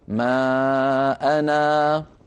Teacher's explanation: أما إذا وقفنا فنقف بالألف، ما أنا، أنا بمد طبيعي بمقدار حركتين.